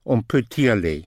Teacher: Peut, spelled P-U-T, the T can be pushed over to the vowel or to the E. On peut y aller.